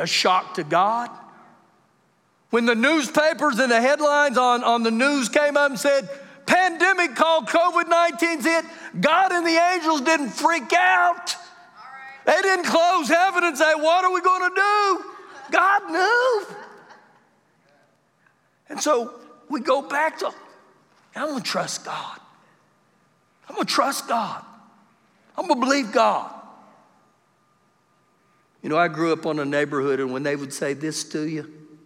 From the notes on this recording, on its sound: Recorded live during our Wednesday night service